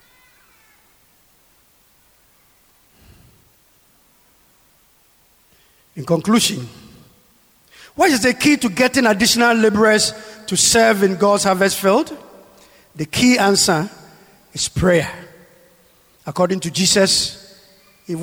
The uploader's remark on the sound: Sermon preached at CBC Shiashie Campus.